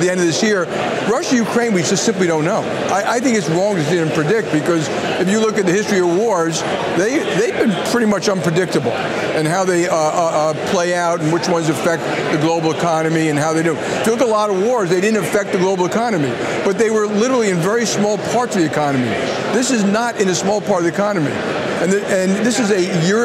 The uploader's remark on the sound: They speak at the 2023 JP Morgan Global High Yield & Leveraged Finance Conference in Miami Beach, Florida.